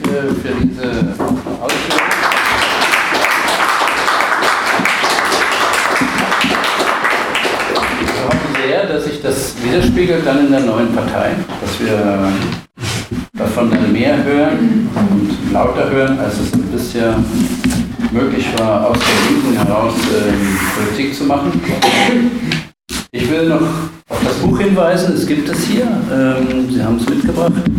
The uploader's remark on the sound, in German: Im Anschluss an ihrem Vortrag beantwortete sie Fragen aus dem Publikum zum Thema.